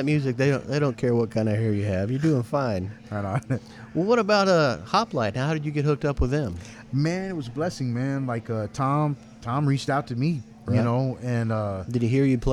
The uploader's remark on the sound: recorded June 6, 2017 at Independent Bar & Kitchen, Dallas, Texas.